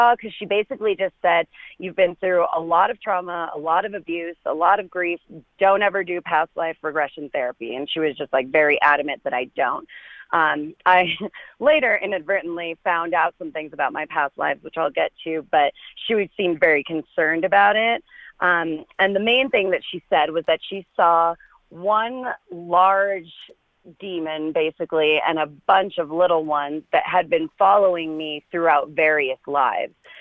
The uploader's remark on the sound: chats on the phone with four more listeners